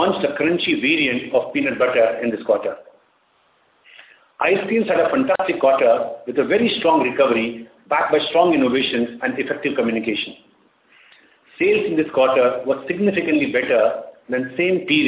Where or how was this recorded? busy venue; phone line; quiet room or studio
phone line